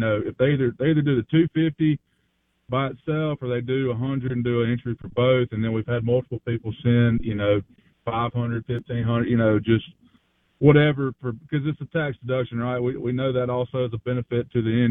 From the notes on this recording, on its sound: Live in the BankPlus Studio. Joins the show on Farm Bureau guest line.